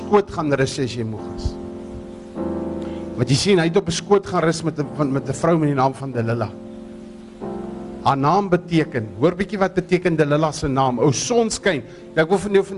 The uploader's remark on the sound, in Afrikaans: die opname van 'n herleweningsdiens, wat ons by die Breede Rivier Manne Korrektiewe Sentrum gaan hou het in 2015